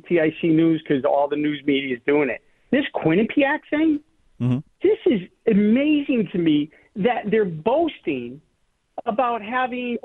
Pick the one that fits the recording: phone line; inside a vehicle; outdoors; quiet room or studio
phone line